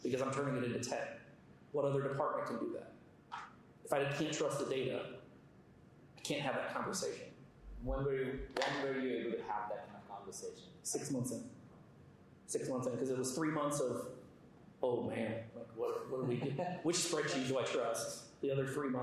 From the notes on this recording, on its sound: Audience Q&A